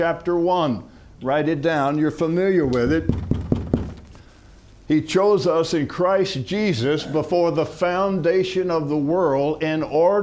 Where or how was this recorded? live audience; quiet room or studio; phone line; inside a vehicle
live audience